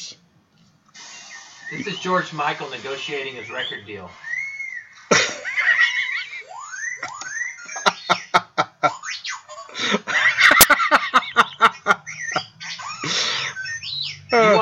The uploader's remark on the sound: Our mic took a crap so the sound quality is not up to par